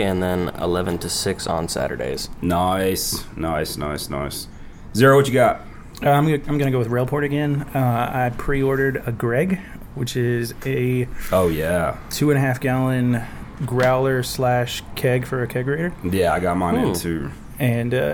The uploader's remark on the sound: The guys are back at Waxahachie Coins and Comics enjoying the cool air!